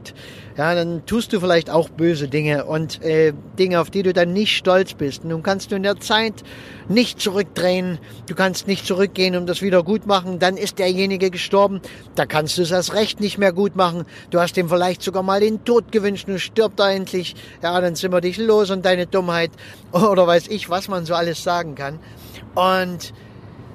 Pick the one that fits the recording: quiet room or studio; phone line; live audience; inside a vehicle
inside a vehicle